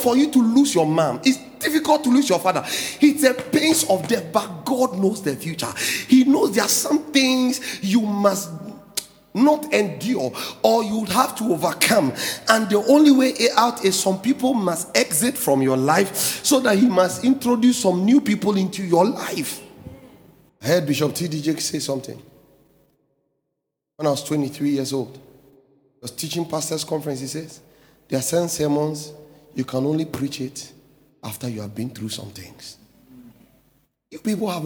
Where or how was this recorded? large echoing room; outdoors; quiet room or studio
large echoing room